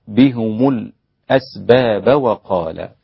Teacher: بضم الهاء والميم والسكت على الهمزة والوصل مع الآية الأخرى